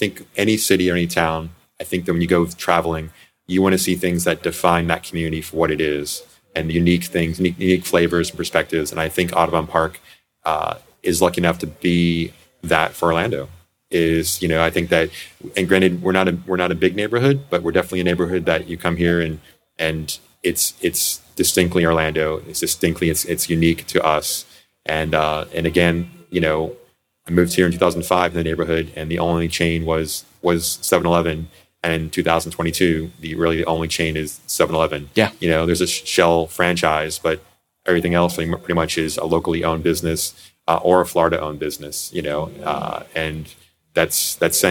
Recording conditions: busy venue